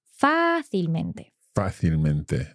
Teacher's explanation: the stress is still on that A, on that first A · Term: sobre esdrújula